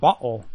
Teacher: a glottal stop, which is simply a stopping of breath when you're speaking